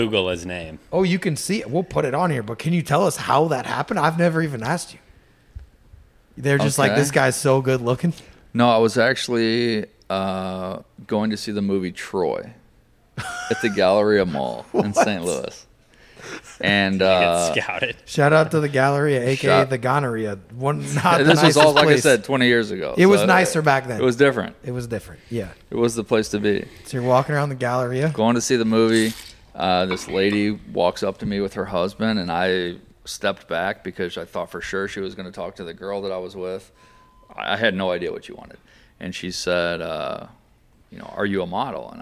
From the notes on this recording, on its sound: This week we are live from Honey Brake Lodge in Jonesville, Louisiana in the midst of a big time duck camp.